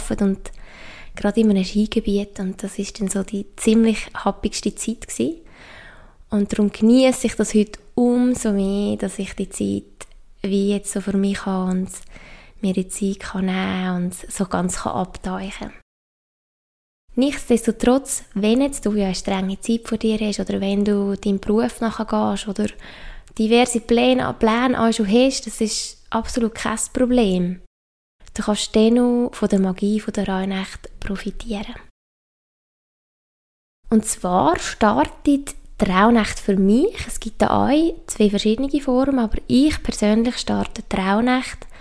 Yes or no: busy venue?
no